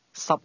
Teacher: 12 is pronounced with a low level tone.